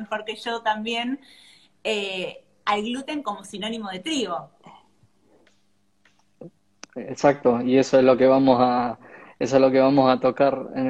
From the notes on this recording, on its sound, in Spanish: Audio de la charla en vivo por Instagram